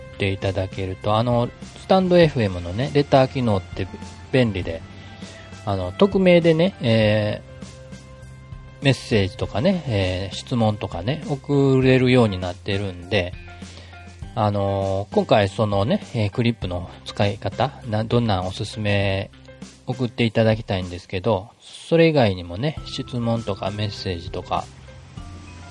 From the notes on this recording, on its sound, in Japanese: 外での収録。イヤホンマイクの音の良さに驚く。数日前に外で収録した音声を確認をしてみました。イヤホンマイクで収録したので心配だったのですが。騒がしい環境で収録したのですが。